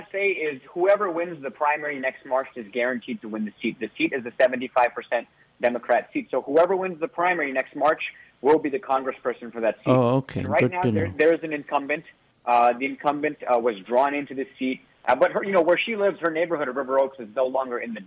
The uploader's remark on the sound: We are on 98.7 FM and you can also listen on the masalaradio app. Direct from the cricket World Test Championships in London. Is calling in now LIVE - its almost midnight in London.